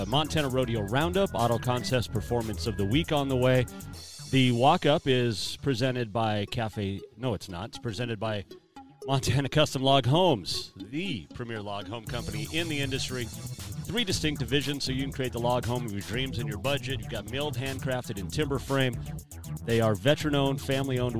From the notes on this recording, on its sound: Tuesday live from Adaptive Performance Center.